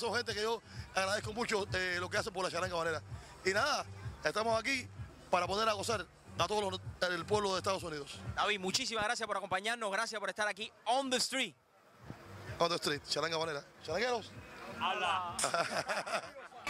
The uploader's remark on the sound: ON THE STREET. LATIN GRAMMY STREET PARTIES 2013.